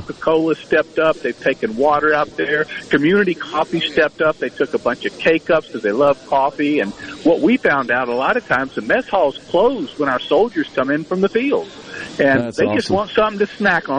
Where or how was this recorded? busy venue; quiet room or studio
busy venue